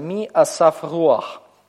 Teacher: Тоже во втором от ударного слоге, в слове «асав» возникает вторичное ударение, поскольку это долгий гласный, второй от ударного, и значит, в нем требуется показать вторичное ударение при помощи метига. Последние два слова тоже соединены макефом, читаются как одно, у них одно только основное ударение в слове «руах»